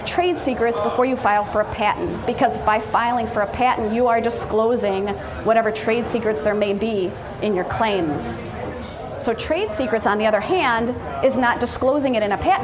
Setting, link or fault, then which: setting, busy venue